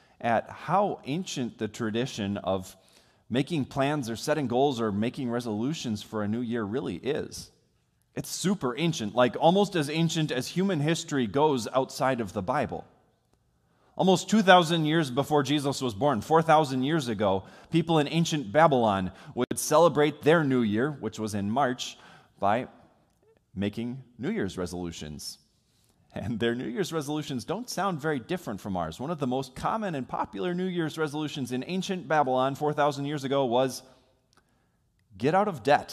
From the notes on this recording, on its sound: Sermon from worship on New Year's Day recorded on January 1 from Salem Lutheran Church in Owosso, MI.